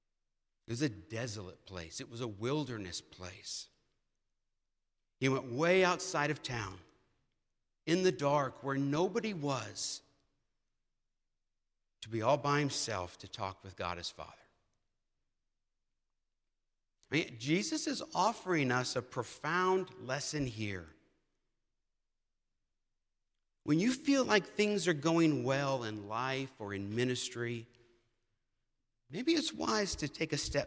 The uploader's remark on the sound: presented by Asbury Seminary Kentucky Chapel, recorded on Wednesday, September 20, 2023 at Asbury Theological Seminary's Kentucky campus